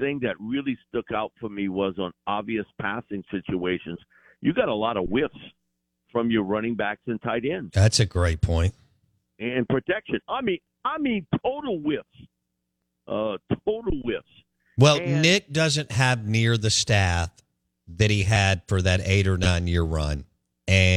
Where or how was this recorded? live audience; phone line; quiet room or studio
phone line